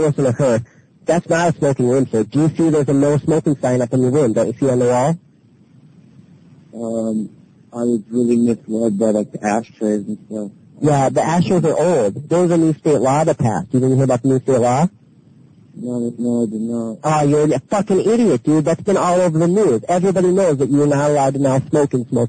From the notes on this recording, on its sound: …'s Personal Prank Phone Calls Collection.